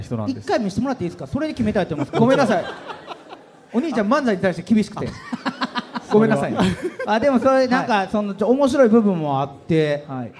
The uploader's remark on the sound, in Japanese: 京セラ本社に来ちゃいましたスペシャル』京セラで出張公開収録やりました！